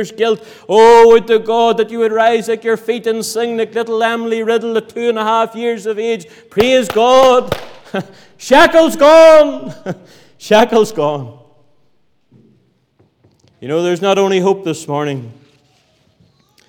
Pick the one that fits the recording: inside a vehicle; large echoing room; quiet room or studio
large echoing room